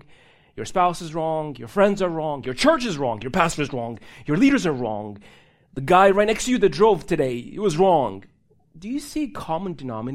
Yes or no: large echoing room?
yes